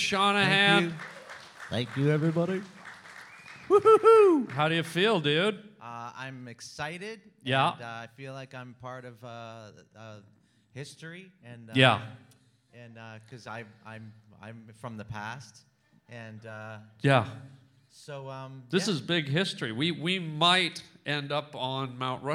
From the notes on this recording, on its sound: LIVE in San Fran. Records his podcast in front of a live crowd in San Fran.